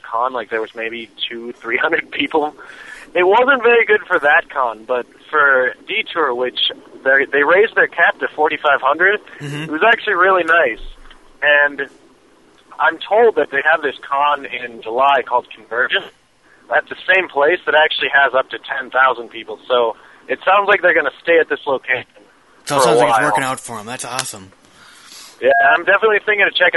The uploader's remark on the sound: a call